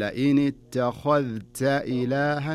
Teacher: الخاء تكون مفخمة والتاء والذال تكون مرققة، وعدم إدغام الذال في التاء. يعني تقرأها لئن اتخا تخا، شوف لاحظ تخا هنا تفخيم، تخذ التاء أنزل للذال والتاء، فأقول لئن اتخذت إلها تكون هنا، ولا أبالغ. · Term: الإظهار